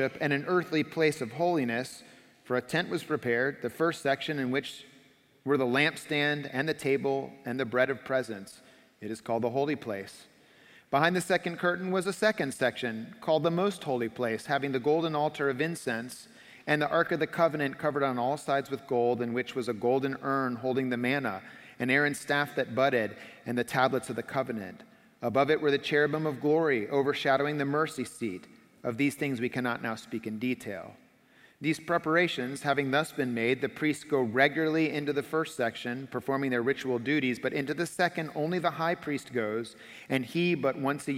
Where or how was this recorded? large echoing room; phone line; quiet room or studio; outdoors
large echoing room